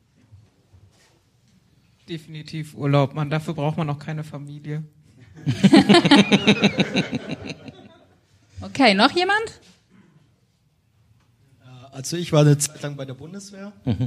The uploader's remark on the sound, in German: live im Afterwork in Nürnberg und haben dort, zusammen mit dem Publikum